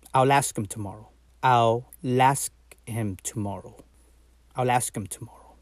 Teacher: But if you want to sound natural, and that word after I will begins with a vowel, you can pronounce that L